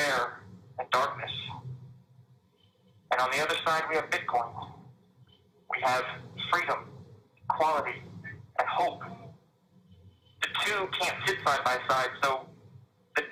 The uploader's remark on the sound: This was a recorded call that was shared at the end of Day One of the Miami 2021 Bitcoin Conference.